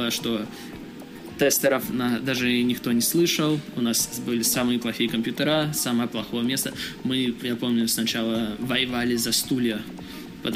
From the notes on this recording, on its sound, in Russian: Этот выпуск записан на конференции XPDays в Киеве.